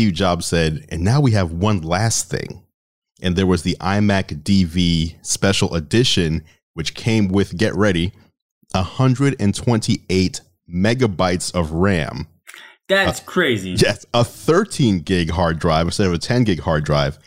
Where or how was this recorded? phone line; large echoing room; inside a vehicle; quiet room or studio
quiet room or studio